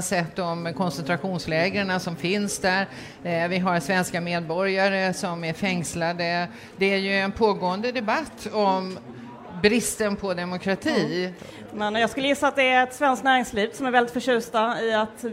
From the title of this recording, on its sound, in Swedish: Live från Almedalen